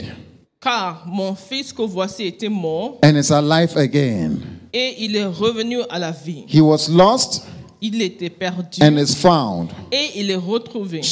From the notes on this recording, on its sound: Preached during Joyful Hour Sunday Service Rabat